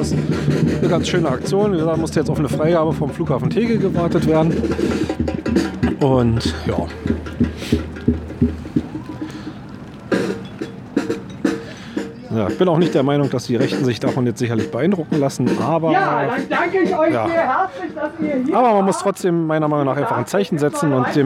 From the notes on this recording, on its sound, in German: Ich war im März mit meinem großen Sohn auf einer Demonstration gegen einen Naziaufmarsch in Berlin und hatte mein Aufnahmegerät dabei.